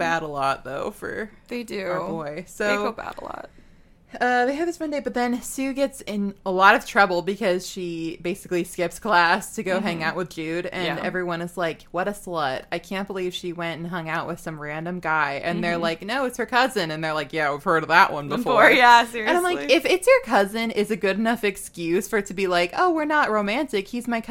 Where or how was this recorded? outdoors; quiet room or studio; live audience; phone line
quiet room or studio